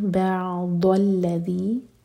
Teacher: ضاد زبان کی سائڈ سے